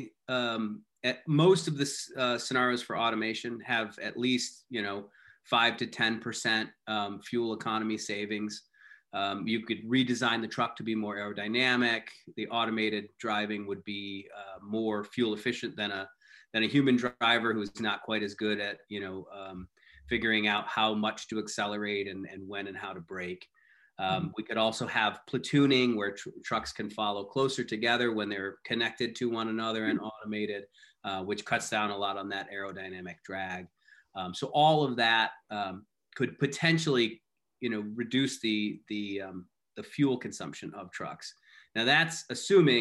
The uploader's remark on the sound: streamed live on Twitter on Tuesday, January 19, 2021